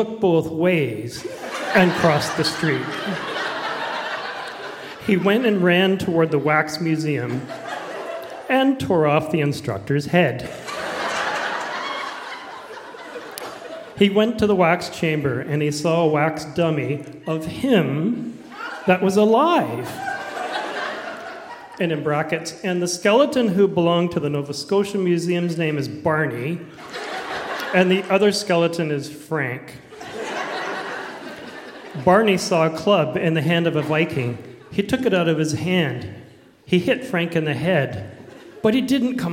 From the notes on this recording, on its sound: Recorded live at Market Hall Performing Arts Centre in Peterborough.